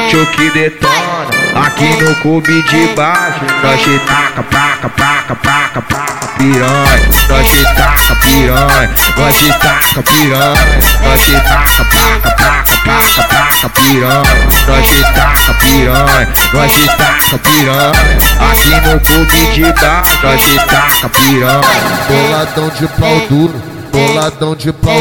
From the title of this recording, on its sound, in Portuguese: MEGA AO VIVO NO BAILE DO CDB